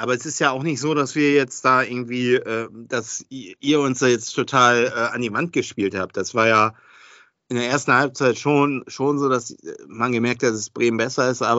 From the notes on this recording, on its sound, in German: Aufgezeichnet am 11.04.2022 via Skype